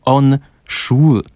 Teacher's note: Na pewno w zapisie, bo w wymowie już tak, a to dlatego, że głoska ły jest spółgłoską i siłą rzeczy wymawiamy tu jeszcze samogłoskę y na końcu